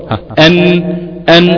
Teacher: فيها هواء مندفع من داخل الفم بيجري عشان يخرج من المخرج بتاع النون، بيلاقي المخرج مقفول لأن أصلا طرف اللسان بيقفل مع المقابل له في الحنك الأعلى، بيقفل الهواء بيلاقيش مكان يخرج منه، فبيندفع مرة أخرى يبدل مكانه بسرعة جدا ويخرج من الخيشوم